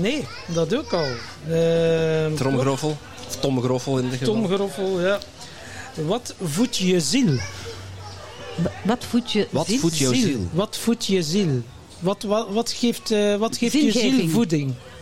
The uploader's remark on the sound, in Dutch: In deze bijzondere aflevering, live opgenomen tijdens het Magical Zen Festival